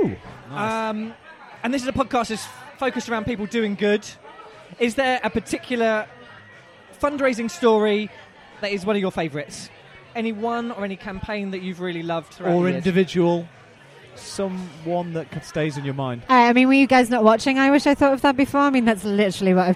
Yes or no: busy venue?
yes